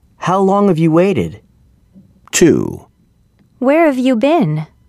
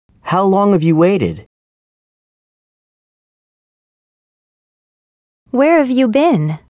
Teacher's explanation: Reduction of h. Notice how the sound h often disappears in natural speech.